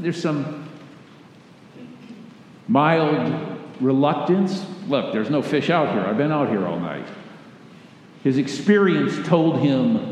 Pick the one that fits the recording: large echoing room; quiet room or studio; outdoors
large echoing room